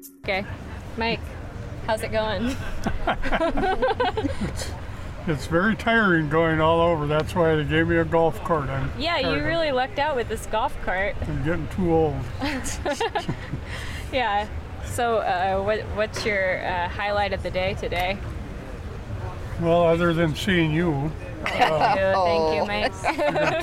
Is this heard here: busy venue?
yes